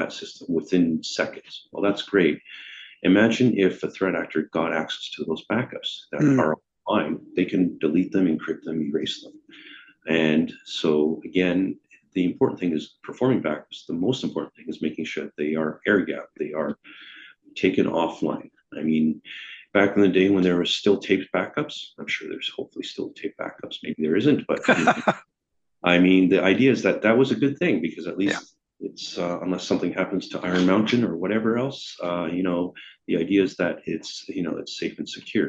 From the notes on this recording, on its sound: Recorded on Zoom